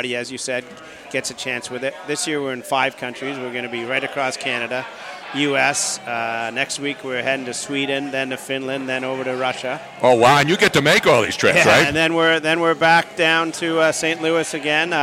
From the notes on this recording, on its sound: Live from the Triumph Brewery. We were LIVE in New Hope PA at the Triumph Brewery for the Chiefs #StanleyCup celebration!